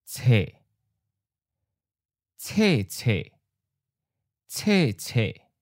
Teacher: Third tone changes to second tone. Low changes to falling.